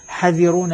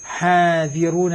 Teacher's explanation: فأقول هذه الكلمة مثلا حذرون بالقصر، حاذرون بالمد، نعم، نقول حذرون بالقصر يعني عدم وجود حرف المد، نحذف حرف المد، نعم.